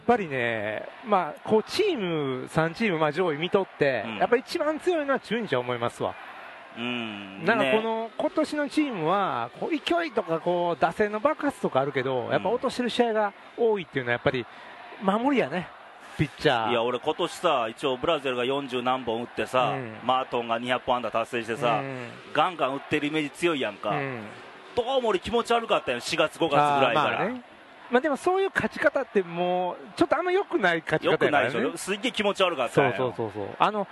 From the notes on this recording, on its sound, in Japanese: 久々の甲子園球場での収録！